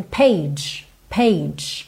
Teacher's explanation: O E é mudo, então a gente tem page, page. Fica esse tch, tch, fechando o som